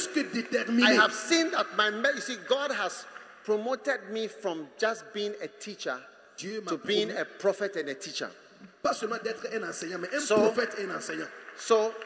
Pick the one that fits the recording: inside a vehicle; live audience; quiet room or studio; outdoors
live audience